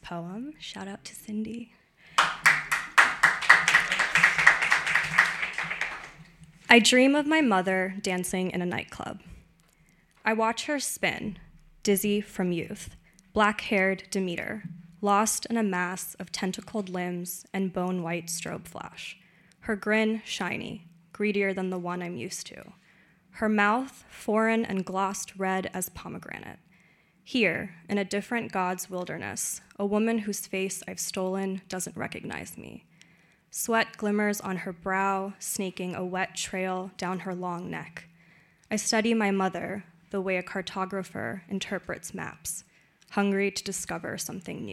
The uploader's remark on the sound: Brooklyn Poets Yawp open mic